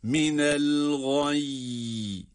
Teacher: el gay kelimesindeki duruşumuzda da iki tane cezimli ya sesi çıkaracağız